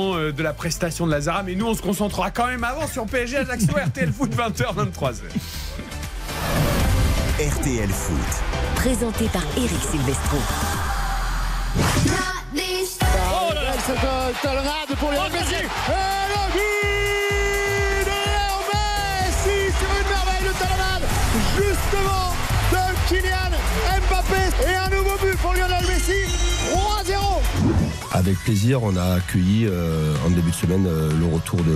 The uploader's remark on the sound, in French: en direct du Parc des Princes